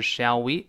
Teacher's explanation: shall, l 后面跟个辅音，这就没有连读了